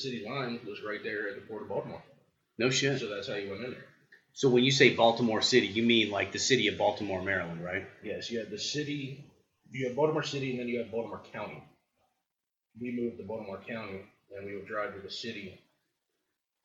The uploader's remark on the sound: I apologize for the sub par audio. I tried a new method of recording and it didn't go well.